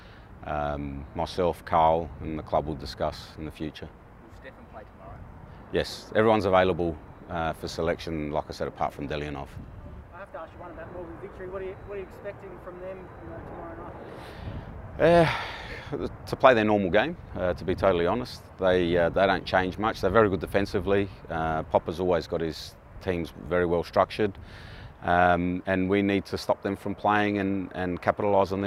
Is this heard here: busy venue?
yes